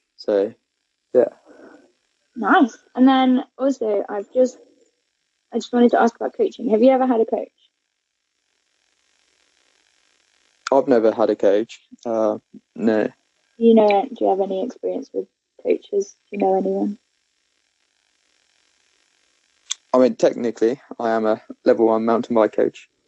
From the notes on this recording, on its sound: Please bare with the technical issues, our first guest episode in the middle of a national lockdown!